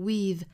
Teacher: 一般呢口语里面会把它读成缩约的形式会读成 with,也就是 we 后面加一个 v 的发音